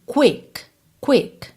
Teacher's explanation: QI em português é que, né? A gente não pronuncia o U, mas em inglês a gente pronuncia.